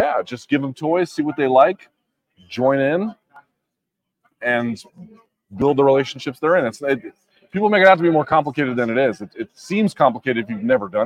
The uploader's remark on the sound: Live from Las Vegas. Live from Canelo-Charlo radio row.